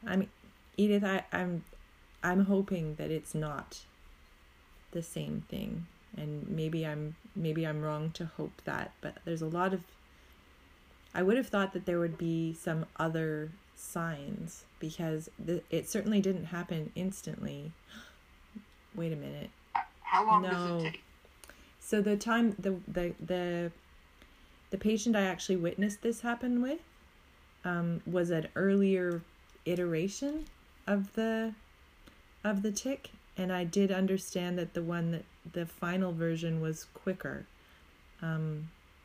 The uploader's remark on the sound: Technology continues to be unhelpful from an audio quality and game flow perspective.